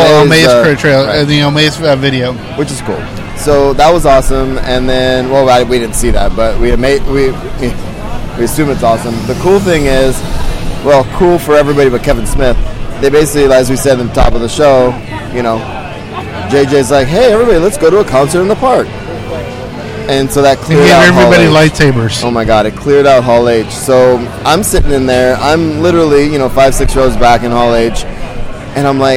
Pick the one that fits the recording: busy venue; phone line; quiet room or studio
busy venue